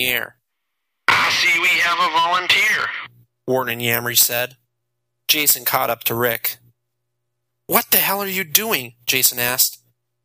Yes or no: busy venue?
no